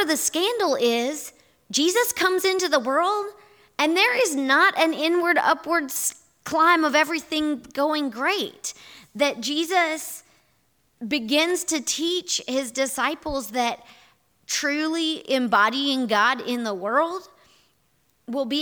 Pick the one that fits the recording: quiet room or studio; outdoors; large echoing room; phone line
large echoing room